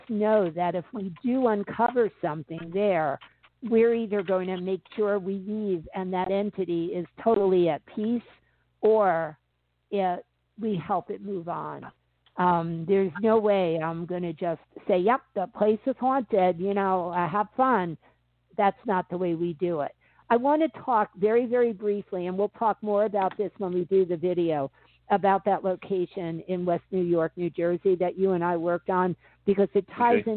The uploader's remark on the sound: interacts with callers